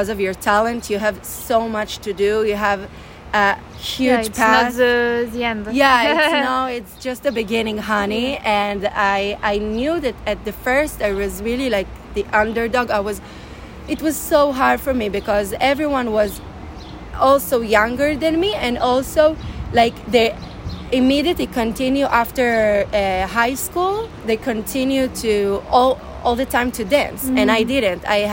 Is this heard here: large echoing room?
no